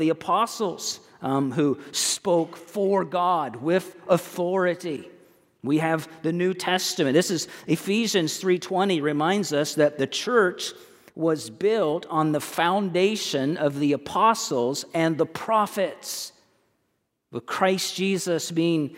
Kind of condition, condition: setting, large echoing room